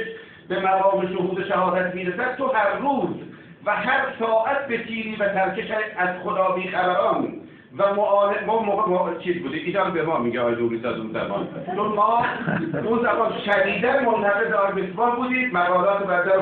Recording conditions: poor sound quality